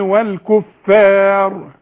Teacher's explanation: الفاء والمد كمان مرققين